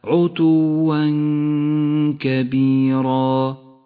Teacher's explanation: التنوين وبعده حرف الكاف يخفى التنوين بالكاف مع بقاء غنة للتنوين بمقدار حركتين · Term: الإخفاء